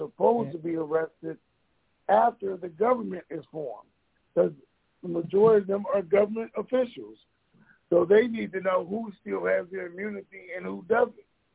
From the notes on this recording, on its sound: TNTSuperfantastic Conference Call